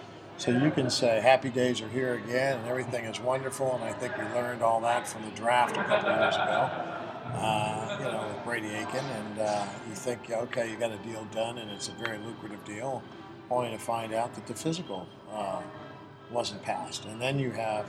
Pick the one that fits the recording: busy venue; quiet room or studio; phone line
busy venue